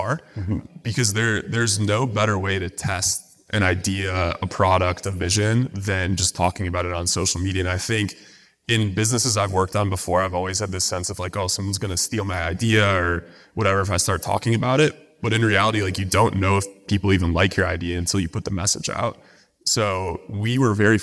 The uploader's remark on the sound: Live from Marketingland. Live recording from Marketingland 2023.